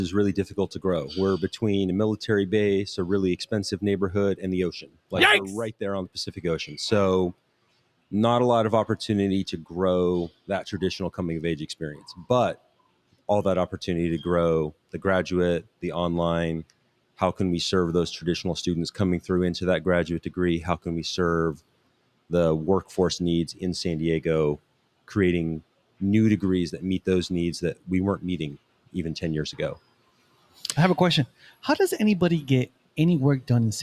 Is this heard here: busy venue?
yes